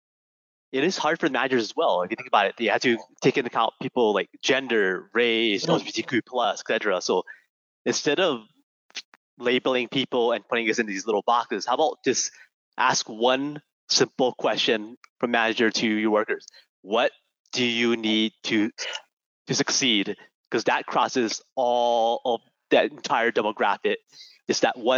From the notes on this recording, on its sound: CREST recently hosted a webinar about neurodiversity in the technical security workplace.